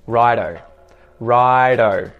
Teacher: we've just taken right and we put an O on the end and we pronounce it like ride-o, so it's a D sound, ride-o. And we would say this anytime you want to say all right or okay.